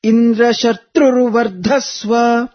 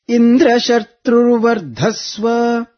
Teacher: Please note here, Indra Shatrur Vardhasva, where the letter Tru, Sayuktakshara, the Tru, and Dha, both are chanted upwards, the Swarita intonation · Shown in: first take